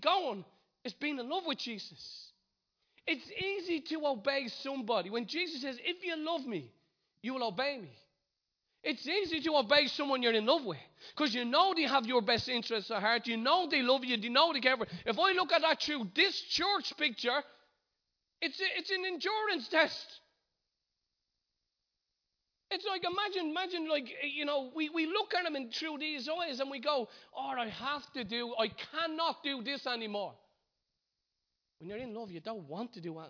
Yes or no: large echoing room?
yes